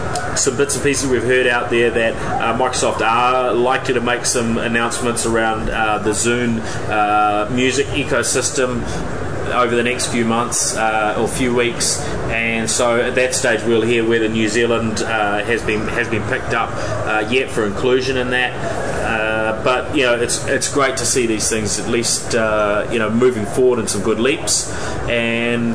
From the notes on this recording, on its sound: This special edition of the NZ Tech Podcast reports lives from Microsoft’s Worldwide Partner Conference (USA).